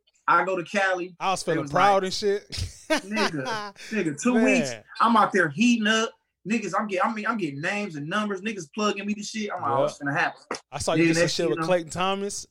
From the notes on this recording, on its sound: This Is Our First Video Zoom Episode